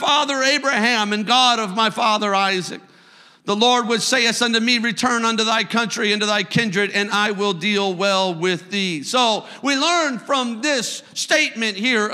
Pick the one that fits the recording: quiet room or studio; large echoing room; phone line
large echoing room